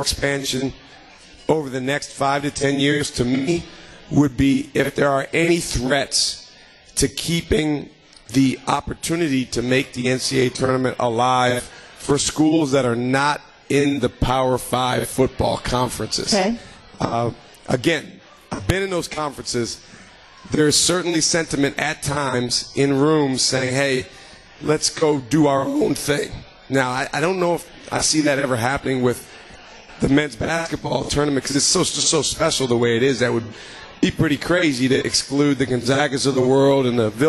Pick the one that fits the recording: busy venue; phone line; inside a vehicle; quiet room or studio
busy venue